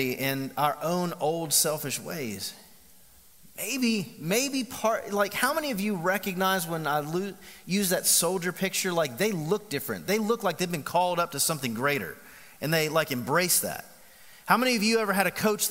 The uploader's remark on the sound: Recorded live at The Fellowship at Mt Juliet on August 25, 2019.